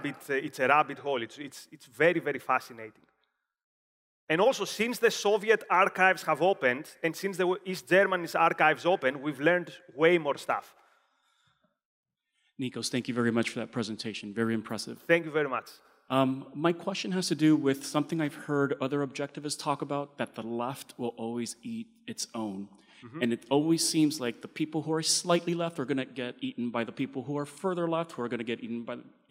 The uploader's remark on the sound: Delivered at OCON 2023 in Miami, Florida.